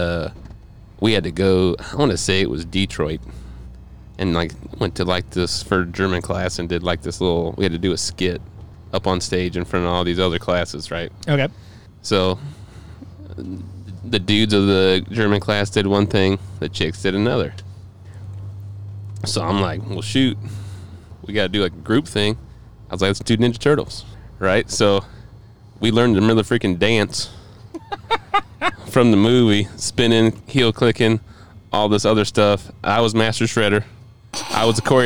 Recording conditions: inside a vehicle